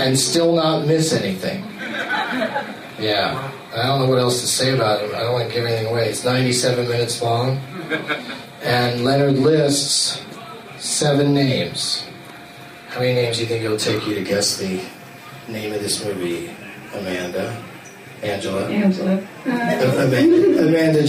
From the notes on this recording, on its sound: plays against audience members at Comedy Bar in Toronto, ON, Canada